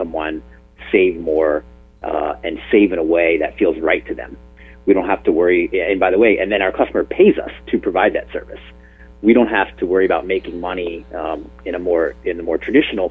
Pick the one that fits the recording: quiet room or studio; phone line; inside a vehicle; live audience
phone line